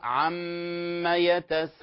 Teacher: تضغم النون بالميم، تضغم النون بالميم، أصلها عن ما، فتصبح ما، تصبح عم يتساءلون.